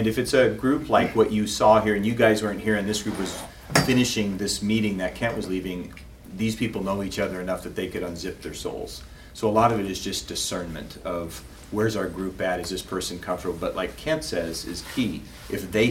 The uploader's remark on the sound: The following audio comes from the National Disciple Making Forum by Discipleship dot org. Lionshare hosted a track called “The Holy Spirit and Transformation.” That’s where we recorded the audio for today’s episode. A Live Small Group Demonstration.